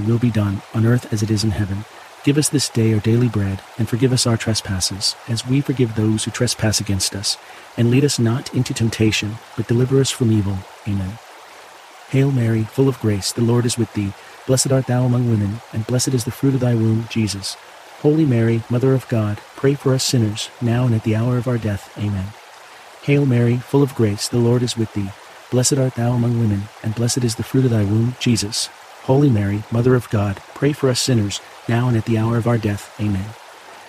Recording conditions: sounds in the background